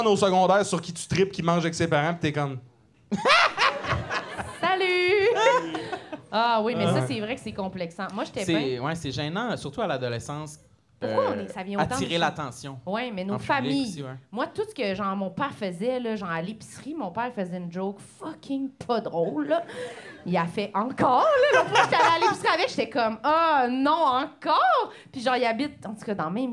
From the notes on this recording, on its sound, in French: LIVE au ComediHa! Fest 2022. Lors de cet épisode LIVE devant public au ComediHa!